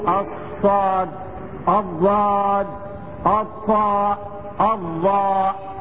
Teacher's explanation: انطباق طائفة من اللسان على ما يحاذيها من الحنك الاعلى وانحصار الصوت بينهما، يعني هو اللسان هينطبق جزء منه هينطبق على الحنك الاعلى، خلاص الصوت ينحصر بين الجزء اللي منطبق من اللسان وبين الحنك ايه الاعلى عند النطق بالحرف. · Term: الاطباق